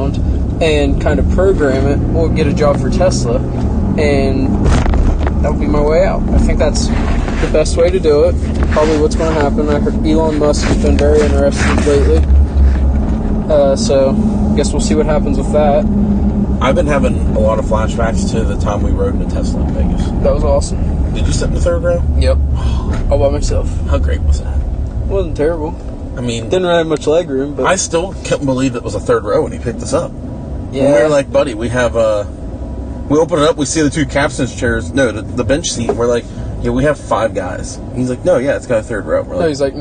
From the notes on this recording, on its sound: This week we take you on the road as we record while traveling to Moes.